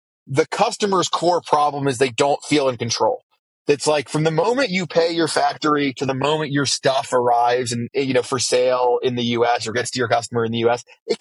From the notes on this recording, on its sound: Talkin' Sales in a Pickup Truck. First-ever guest to call in from a pickup truck in Wyoming.